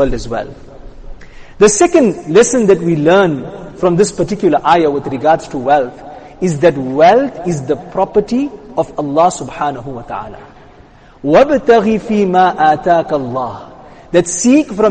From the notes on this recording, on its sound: Jumuah lecture